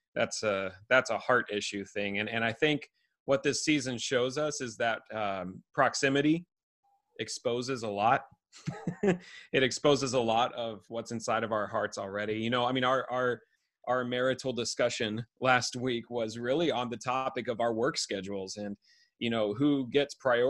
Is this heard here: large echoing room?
no